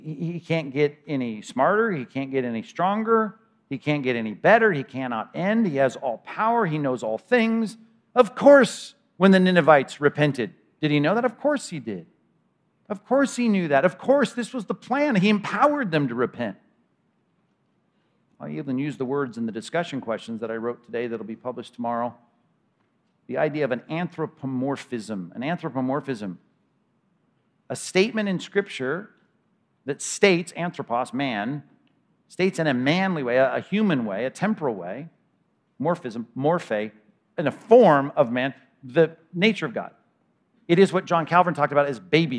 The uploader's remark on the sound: 2021 Anchored Men's Conference at Compass Bible Church: Session 2